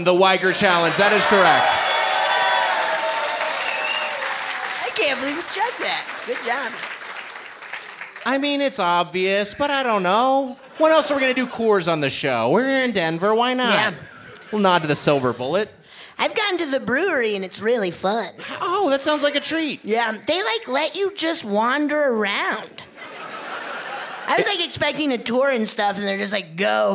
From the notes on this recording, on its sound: Recorded live at Comedy Work South, Denver in the before times.